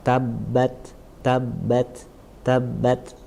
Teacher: Tapi ya, di satu sisi lain tak juga memiliki sifat hames, yaitu angin yang keluar dari mulut kita sehingga dalam pengucapannya ada sedikit angin ya, dia tertahan tapi ada sedikit angin yang keluar dan sifat hamesnya tidak kuat tapi dia lemah sehingga ada sedikit angin yang keluar